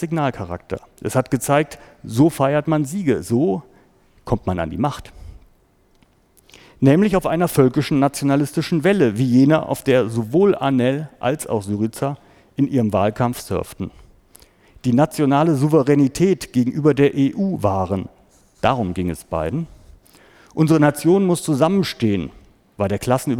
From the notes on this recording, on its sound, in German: Mitschnitt eines Vortrages